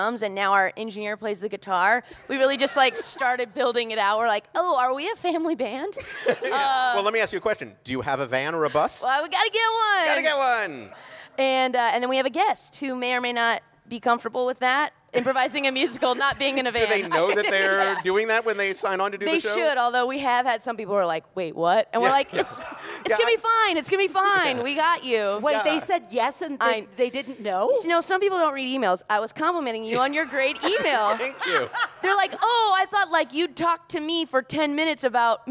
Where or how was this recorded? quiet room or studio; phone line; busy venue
busy venue